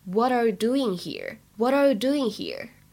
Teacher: 如果大家练美音的话呢，当中还可以有一个美音浊化的现象